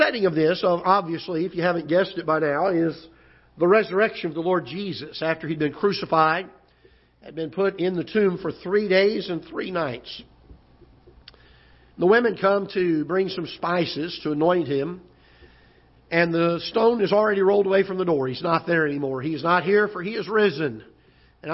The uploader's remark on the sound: Ketha Heights Baptist Church ~ Live Broadcast